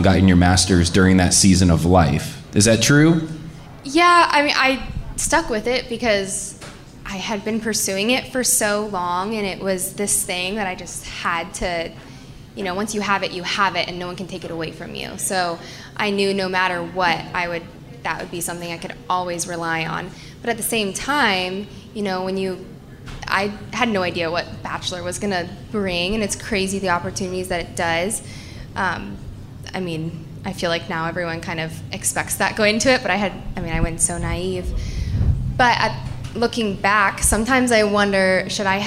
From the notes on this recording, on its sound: live from Audrey's Coffee House and Lounge in Rhode Island